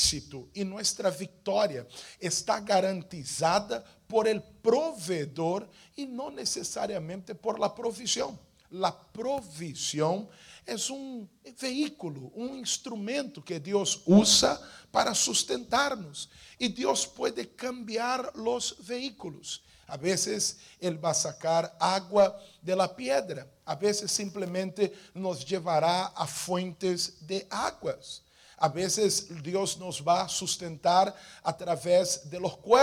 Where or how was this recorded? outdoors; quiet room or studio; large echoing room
large echoing room